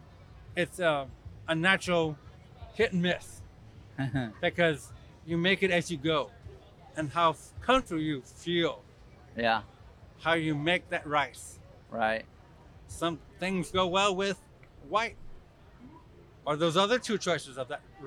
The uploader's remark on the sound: We’re back with another episode recorded at the World Championship Gumbo Cookoff in New Iberia, Louisiana.